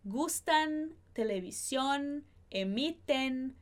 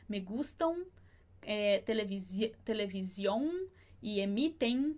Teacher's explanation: A gente faz esse som mais aberto no N do espanhol. Ele não vai ficar um som parecido com o M do português. · Shown in: first take · A gente não vai falar me gustan, televisão, e emitem alguma coisa assim, tá?